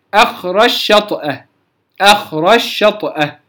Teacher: طيب بعد ذلك قال ومن قبل أخرج شطأ، الجيم أيضا تدغم في الشين في موضع واحد وهو أخرج شطأ، أخرج شطأ، ونقرأها أيضا في المتن بالإدغام. قد تثقل، أي تثقل الشين لأجل إدغام الجيم في الشين